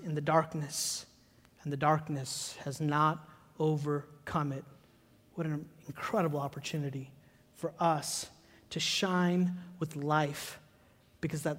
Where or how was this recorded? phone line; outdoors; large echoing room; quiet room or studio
large echoing room